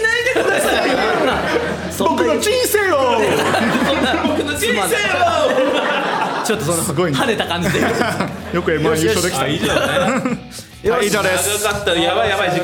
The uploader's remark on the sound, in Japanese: 八丁堀まで来て！人集めて！第二回公開収録 昼の部。公開収録です。